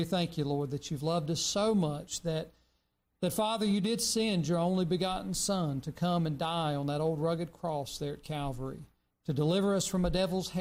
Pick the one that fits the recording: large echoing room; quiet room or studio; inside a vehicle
large echoing room